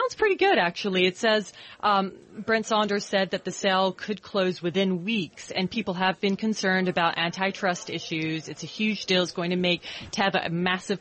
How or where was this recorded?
busy venue